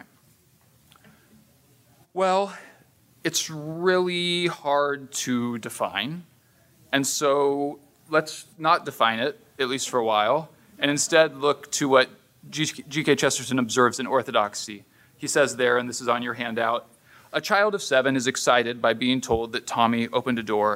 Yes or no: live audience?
yes